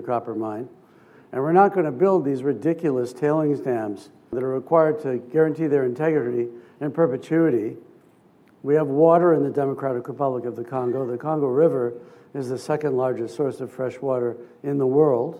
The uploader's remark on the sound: This episode features the second part of a keynote speech. At the Prospectors and Developers Association of Canada (PDAC) conference in Toronto.